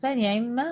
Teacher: الميم هنا مشددة، هعمل لها غنة أكمل ما تكون